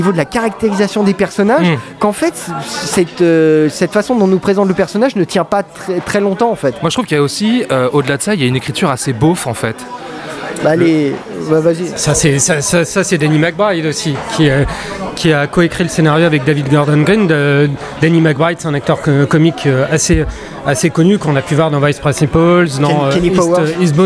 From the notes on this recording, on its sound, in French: Enregistré au Hurling pub (8 Rue Descartes, 75005 Paris), le samedi 27 Octobre 2018.